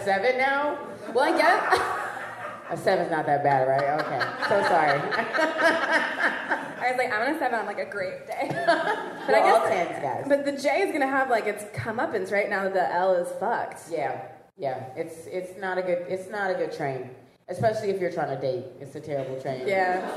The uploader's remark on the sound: Live at She Makes Me Laugh Festival. Was recorded live as the She Makes Me Laugh Fest in NYC.